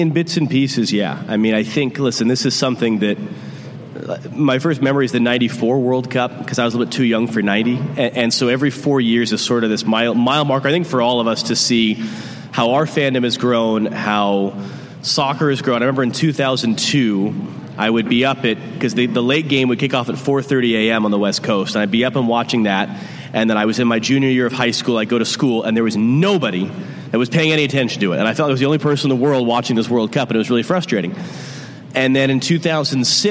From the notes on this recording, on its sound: at Civic Taproom in Portland